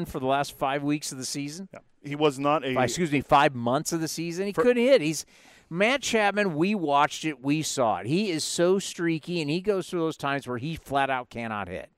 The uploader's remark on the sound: live at the 2023 MLB Winter Meetings in Nashville